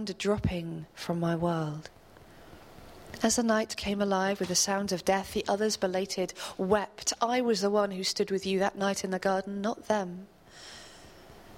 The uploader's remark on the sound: This episode was recorded as part of our 11 day run at PBH's Free Fringe at The Edinburgh Festival. This episode was recorded downstairs at The Fiddler's Elbow.